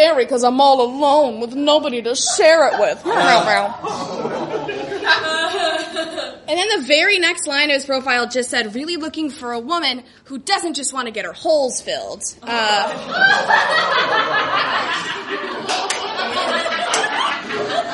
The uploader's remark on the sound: Recorded at the magnificent Dinosaur Coffee in Silver Lake. Los Angeles was incredibly kind to us.